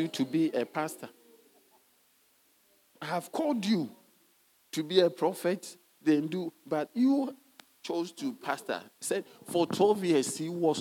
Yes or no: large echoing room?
yes